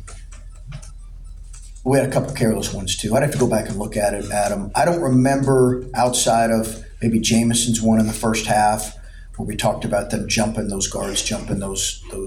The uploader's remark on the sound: Throughout the year, Land-Grant Podcast Network will be bringing you uncut audio primarily from Ohio State press conferences, but also from individual interview sessions.